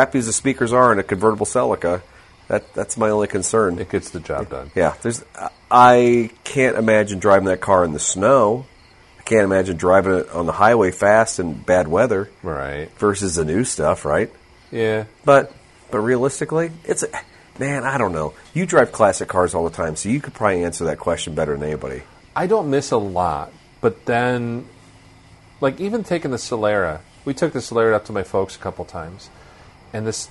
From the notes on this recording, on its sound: Fortunately, 100-degree temps didn’t melt the memory card and lose this gem of an episode. Doing a live remote in the Scott Auto Museum of North Peoria on a pleasant summer evening. You will be soothed by the ambient droll of crickets and cicadas while tuned in.